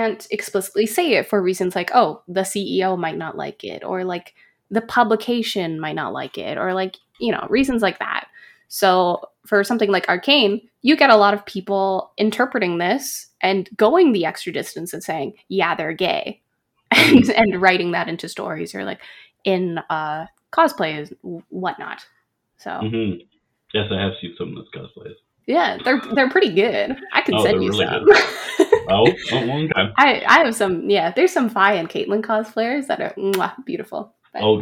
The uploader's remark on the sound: There was an error with my audio, and using a new style of recording for this interview, I apologize for the difference in quality